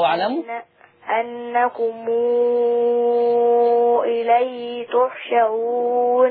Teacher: لما تيجي ميم وراها همزة نقول مو أنكم، ونعد ستة برضه